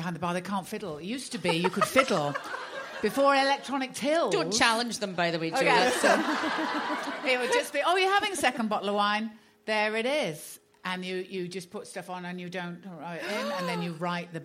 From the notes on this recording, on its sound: Highlights from Standard Issue In Conversation at Glasgow Comedy Festival 2016.